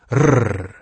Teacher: Your tongue moves up to location S, but instead of allowing the air to hiss through, it flaps like mad against the roof of your mouth. · Term: Spanish double R